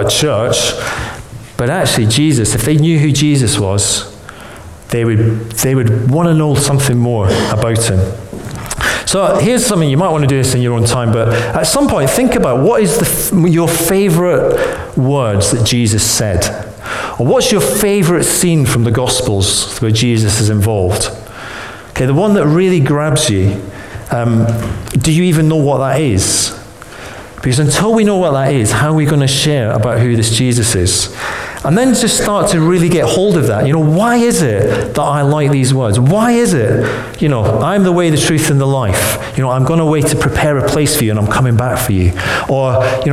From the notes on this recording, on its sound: Recorded on 10th January 2016 at our Bournville gathering